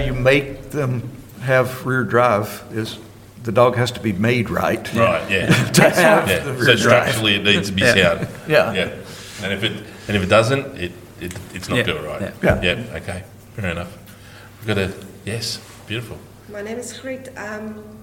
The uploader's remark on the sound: our first ever live podcast recording